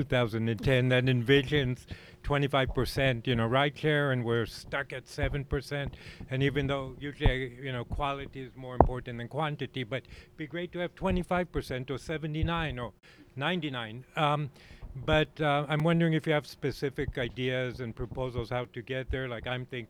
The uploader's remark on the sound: This interview was recorded in the public plaza on SE Ankeny between SE 27th and 28th. During the weekly Bike Happy Hour.